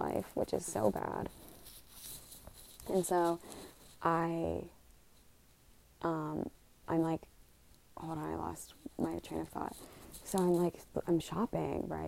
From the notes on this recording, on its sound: Live from my bed. Excuse the background noise.